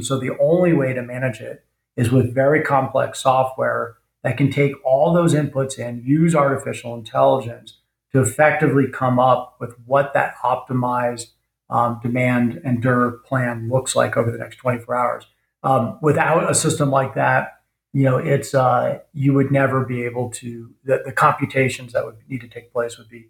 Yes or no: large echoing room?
no